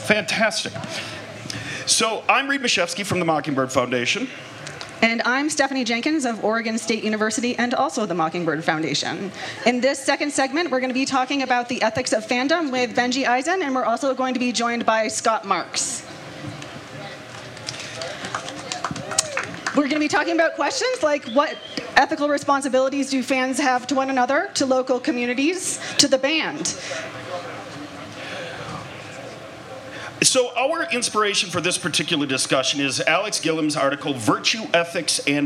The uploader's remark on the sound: This is a special episode that was recorded in the Dick's lot